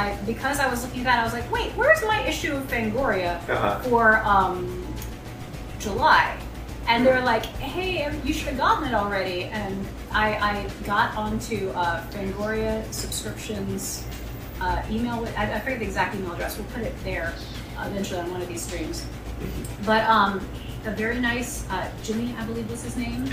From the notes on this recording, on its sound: We are recording LIVE from Vault 5421 inside Gods & Monsters in Orlando Florida